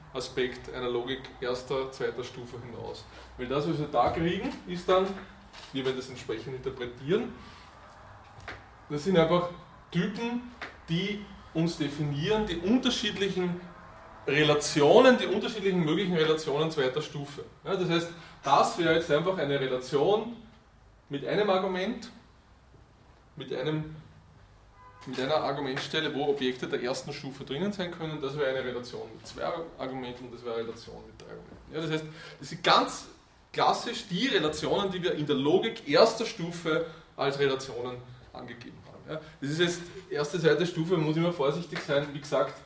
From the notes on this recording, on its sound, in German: Diese Vorlesung wurde von Studierenden aufgenommen